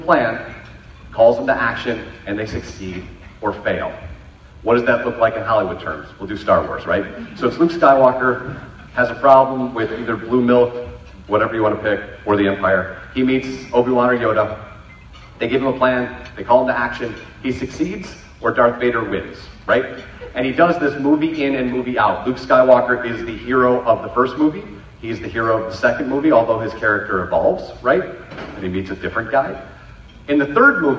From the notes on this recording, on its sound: Keynote: Appetite For Disruption in Flint. For the first keynote of 2018. The audience was awesome.